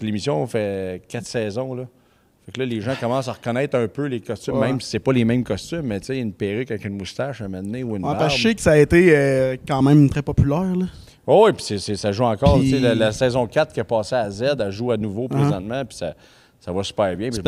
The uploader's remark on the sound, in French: Nous avons enregistré l'épisode au Théâtre des Esker d'Amos.